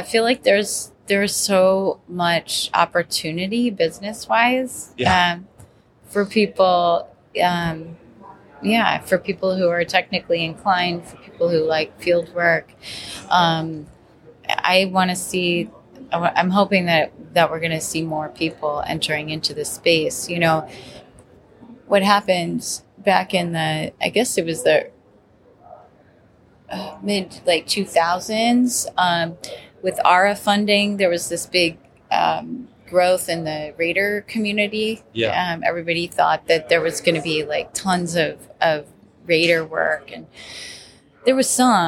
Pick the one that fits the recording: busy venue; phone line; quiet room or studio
busy venue